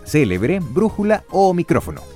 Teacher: las palabras esdrújulas son aquellas que tienen el acento prosódico en la antepenúltima sílaba y todas se tildan.